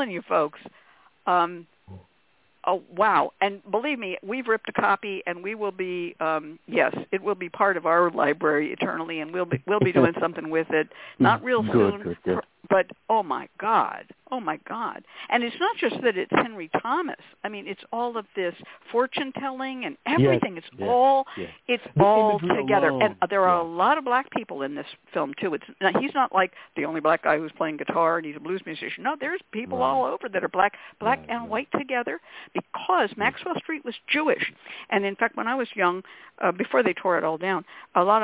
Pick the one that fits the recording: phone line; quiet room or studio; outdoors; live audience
phone line